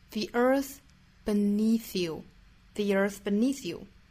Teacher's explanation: firm,卷舌后面的 the earth beneath you, earth,单词内部含有字母 r 也是要卷舌的 the earth beneath you, 单词内部含有 th 字母组合是舌头伸出来去摩擦上排牙齿，第一个 the 是浊音，后面两个呢都是送气的轻辅音